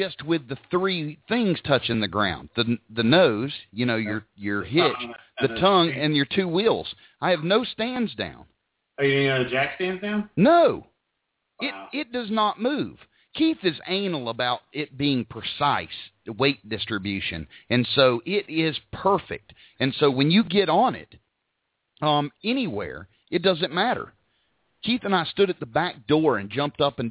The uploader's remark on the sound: Live Call In Show